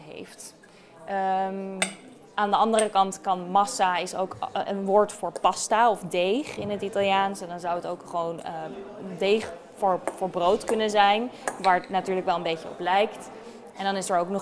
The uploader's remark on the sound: live vanaf het Foodie Festival in Amsterdam!